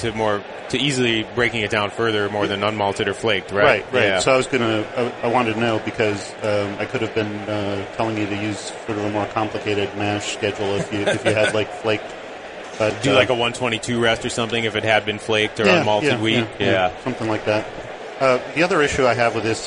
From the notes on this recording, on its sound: Heads to Grand Rapids, MI for the National Homebrewers Conference and broadcasts live from Club Night.